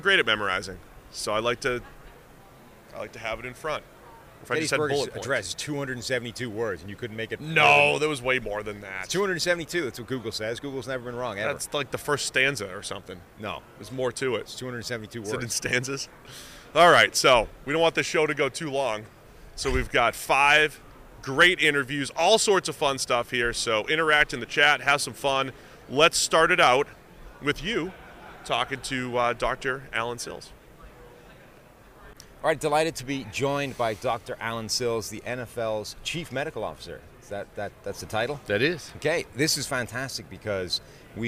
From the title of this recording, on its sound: From Radio Row